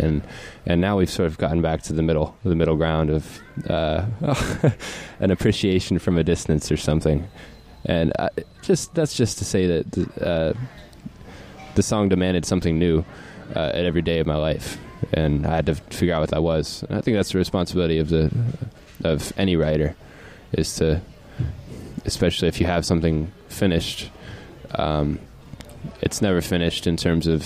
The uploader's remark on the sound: The music was recorded in person at Frank's Place in Ocoee